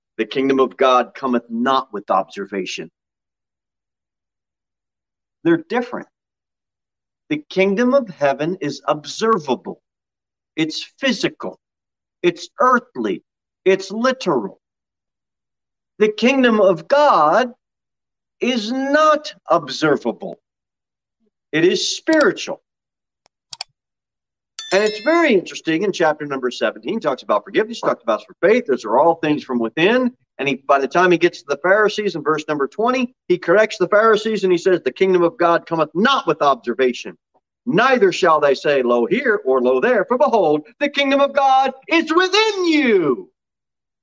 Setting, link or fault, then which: setting, large echoing room